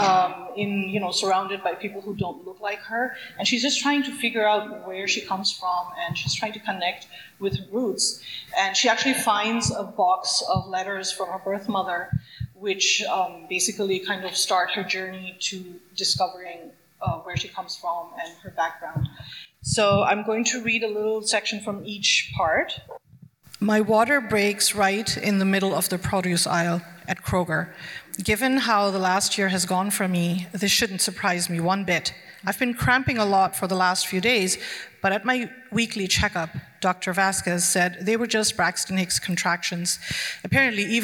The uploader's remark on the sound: We feature a Portland Book Festival event with two prominent young adult novelists whose work appeals to readers of any age.